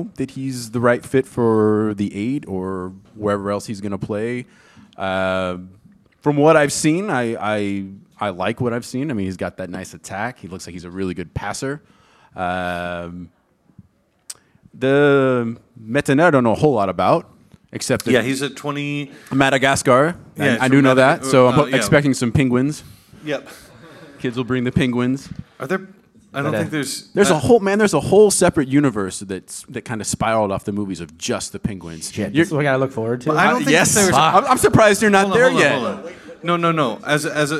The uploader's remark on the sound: performed live at the Black Hart of St.